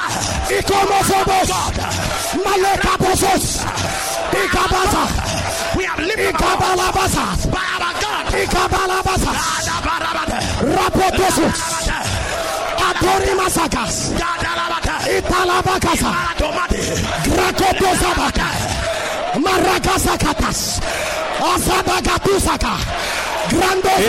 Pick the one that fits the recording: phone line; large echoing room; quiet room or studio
large echoing room